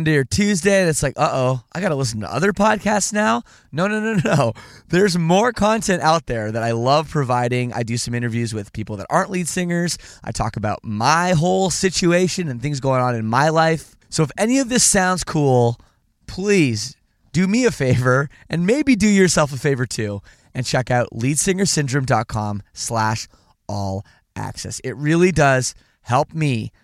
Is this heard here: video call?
no